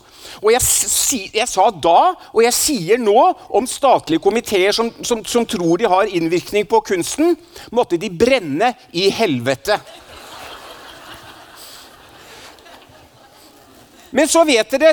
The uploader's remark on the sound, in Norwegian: foran et lydhørt publikum i fødebyen Stavanger